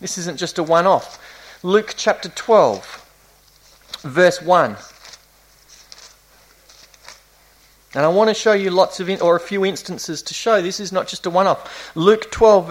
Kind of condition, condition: setting, large echoing room